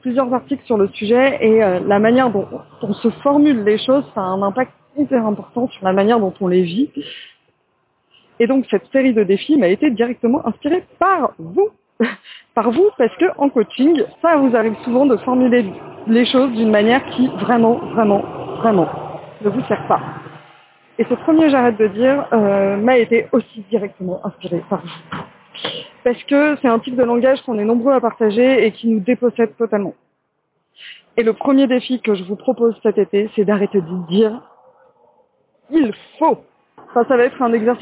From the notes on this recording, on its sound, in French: Je n'ai pas réenregistré l'épisode malgré le bruit environnant et la moins bonne qualité du micro.